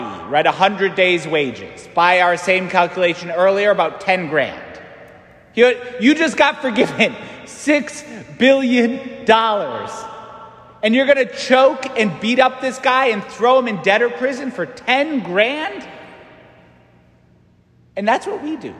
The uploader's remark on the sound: St Francis Catholic parish homily